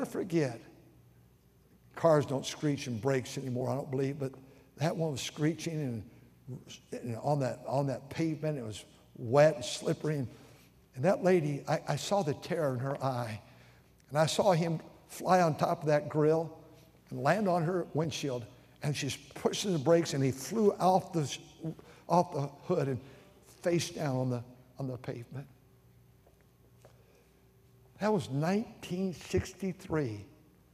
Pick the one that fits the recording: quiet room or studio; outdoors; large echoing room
large echoing room